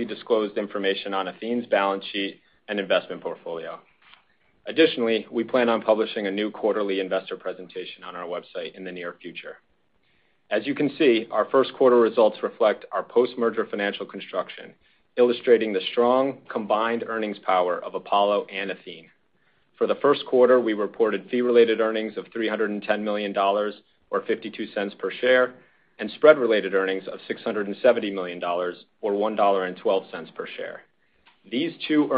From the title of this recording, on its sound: Earnings Conference Call